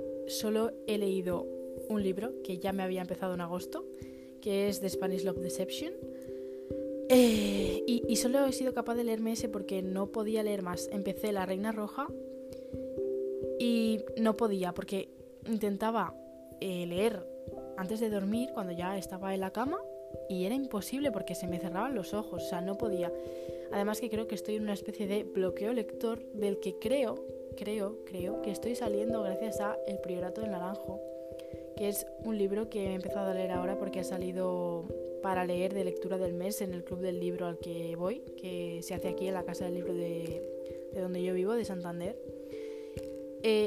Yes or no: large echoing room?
no